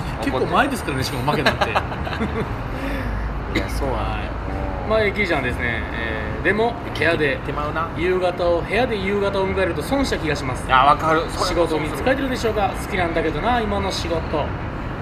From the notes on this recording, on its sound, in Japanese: 野外で収録